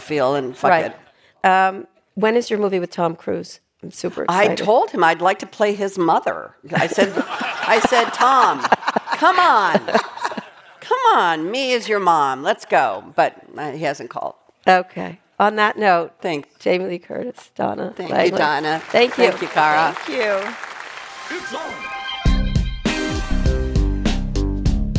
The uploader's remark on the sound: Taped in front of a live audience at the Upfront Summit.